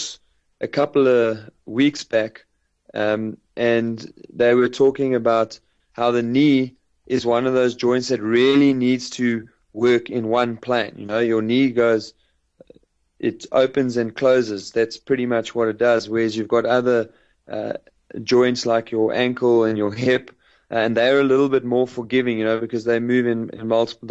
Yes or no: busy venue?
no